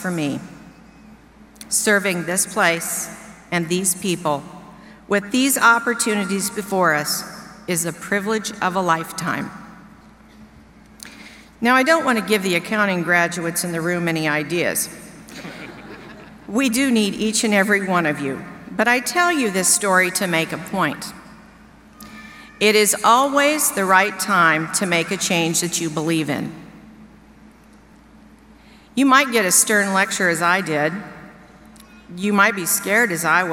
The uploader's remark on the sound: delivered remarks to University of Nebraska-Lincoln graduates during the August 17, 2019, commencement ceremony